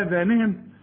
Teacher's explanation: شوف بقى آذانهم الهمزة ازاي مرققة